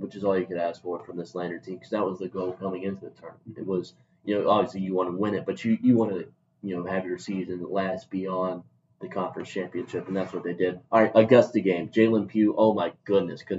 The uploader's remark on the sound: Apologies for the wacky audio quality!